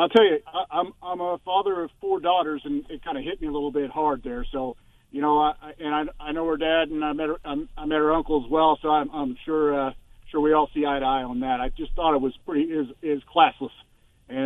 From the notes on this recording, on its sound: The phone lines flood with candidates